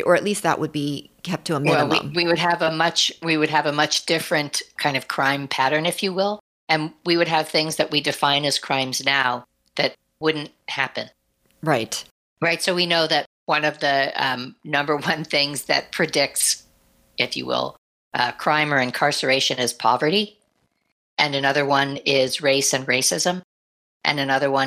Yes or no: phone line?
no